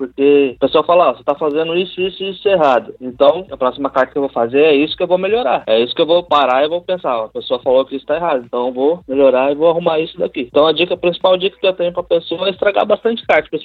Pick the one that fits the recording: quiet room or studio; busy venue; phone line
phone line